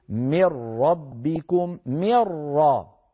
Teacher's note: كذلك الأمر الجزء الخيشومي مرة ملة، ما بقيت الغنة. إذن في الإدغام لم يبقى الجزء اللساني ولم يبقى الجزء الخيشومي، كلاهما تحول إلى الحرف الآتي بعد · Term: الإدغام الخالص